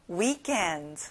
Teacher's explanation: 주말, weekend 앞에 we에 강세를 두는 거예요.